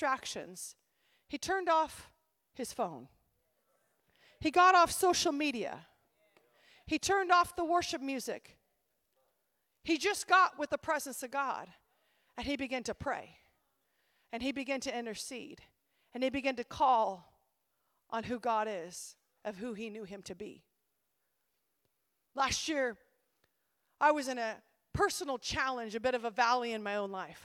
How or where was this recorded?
live audience